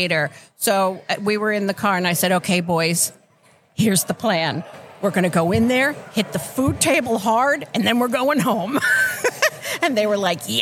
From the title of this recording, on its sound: Live at the Collegiate Open